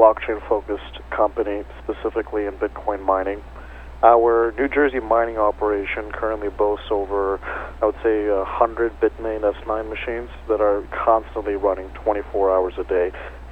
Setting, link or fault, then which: link, phone line